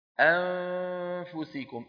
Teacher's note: اللسان لا يعمل عند إخفاء النون عند الفاء، فالجزء اللساني من النون بطل التصويت به وبقي من النون غنتها، واسمه إخفاء.